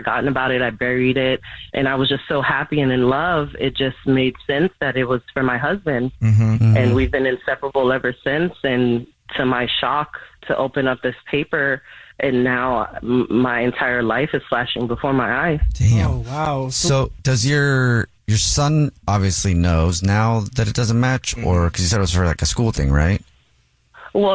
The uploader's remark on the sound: There is a woman on the phone.